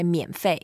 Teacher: mian, as a third tone, we can go down first and up